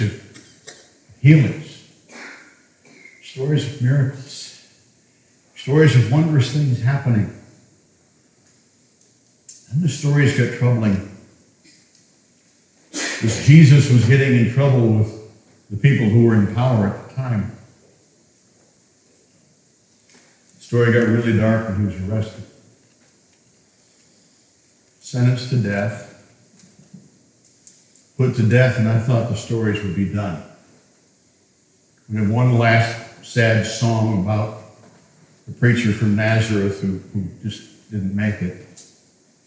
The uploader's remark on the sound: The audio is a bit different, as it was recorded in our historic meetinghouse.